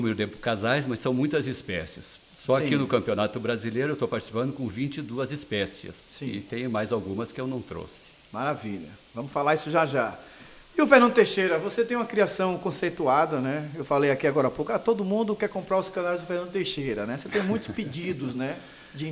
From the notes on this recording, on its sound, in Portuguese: Todos os episódios foram gravados durante o 70ª Campeonato Brasileiro de Ornitologia, no Centro de Eventos da FOB, em Itatiba, SP.